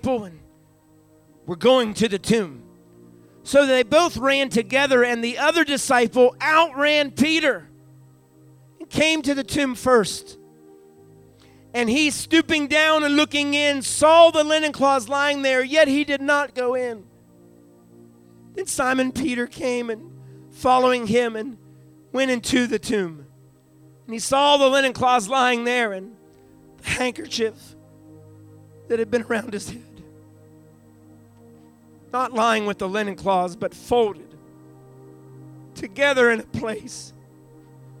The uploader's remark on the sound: recorded live on our Resurrection Sunday Service at Fresh Fire Church in Uniontown, PA